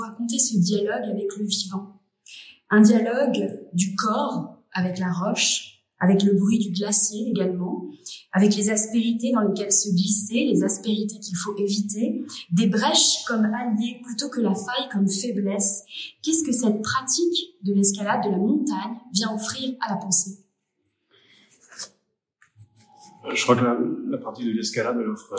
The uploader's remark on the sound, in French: Interview réalisée lors du Festival Mode d’Emploi de la Villa Gillet à Lyon le 14 novembre 2023.